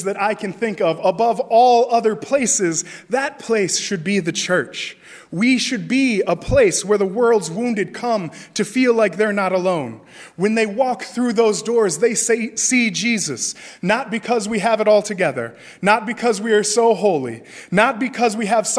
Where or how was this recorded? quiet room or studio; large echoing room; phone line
large echoing room